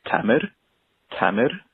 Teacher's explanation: The way it's supposed to be said and the way that my parents pronounce it is Tamir with a slight rolled R. But I grew up telling people to call me Tamer, like Lion Tamer, because no one could ever get that rolled R at the end.